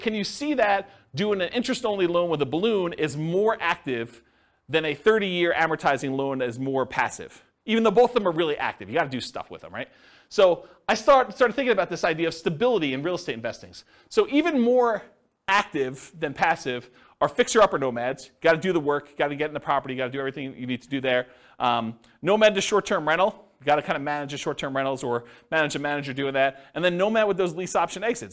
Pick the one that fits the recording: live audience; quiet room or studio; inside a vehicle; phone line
live audience